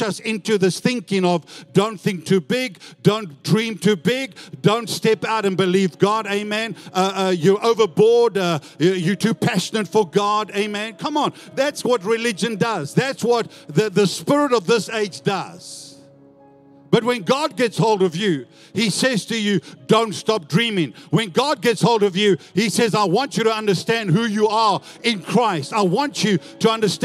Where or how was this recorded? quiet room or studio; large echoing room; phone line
large echoing room